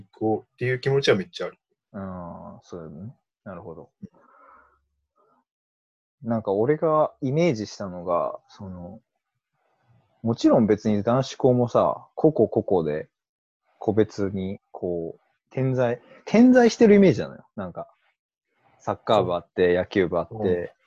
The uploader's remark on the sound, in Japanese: リモート録音なので音質はそこまでよくありません。